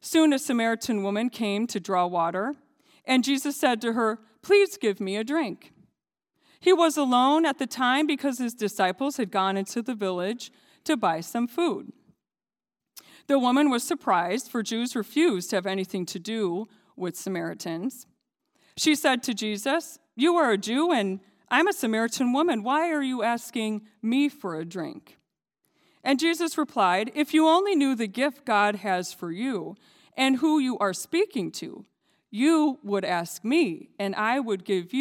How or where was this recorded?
large echoing room